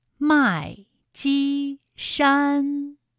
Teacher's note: 麦积山也是先四声，后面两个音都是一声 · Term: 一声和四声组合